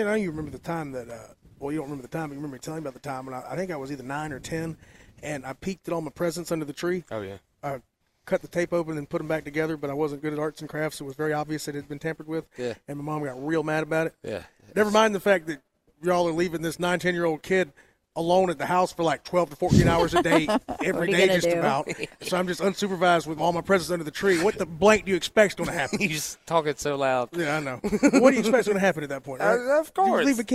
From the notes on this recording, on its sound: WE ARE LIVE FROM THE BON SECOURS WELLNESS ARENA FOR THE LEO SANTA TOY DRIVE